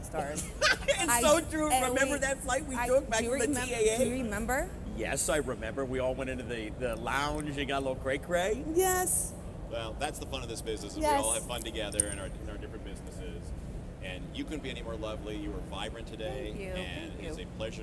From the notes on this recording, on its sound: During this interview recorded at the 2021 PCA Las Vegas Show.